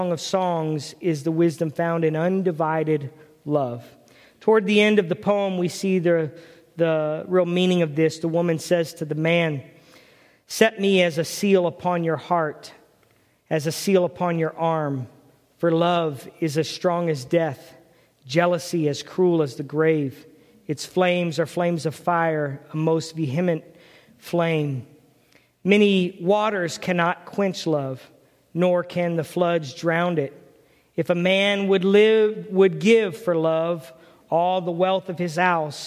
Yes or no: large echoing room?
yes